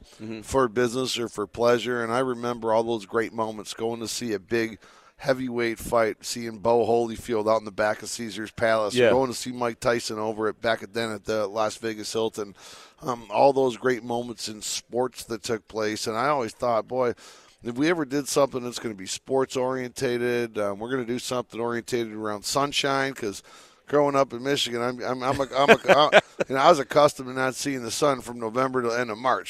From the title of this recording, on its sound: LIVE AT CIRCA SPORTS